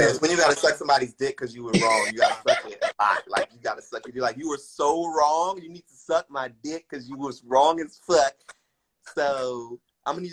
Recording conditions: video call